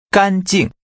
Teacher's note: Using high level and falling tones, say clean.